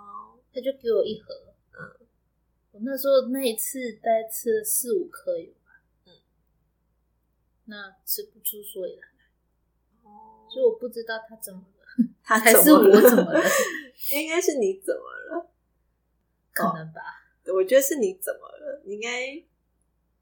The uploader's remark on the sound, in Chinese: 這集有較多雜音